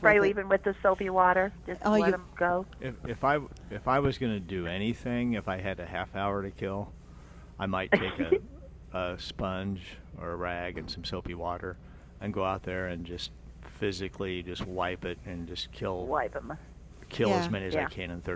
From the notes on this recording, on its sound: Plant Experts Live at Prairie Gardens.